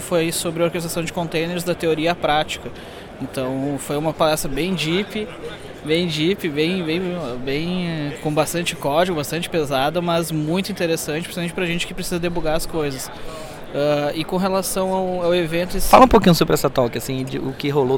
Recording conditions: busy venue